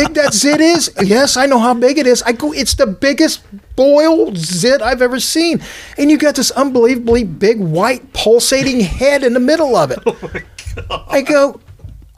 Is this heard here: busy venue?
no